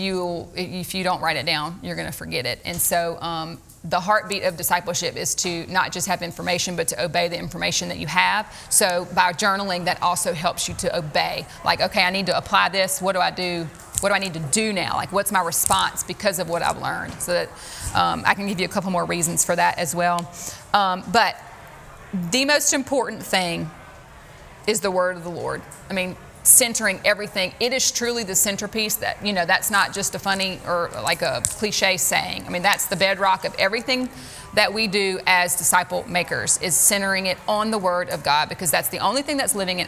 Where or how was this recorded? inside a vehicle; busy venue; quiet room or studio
busy venue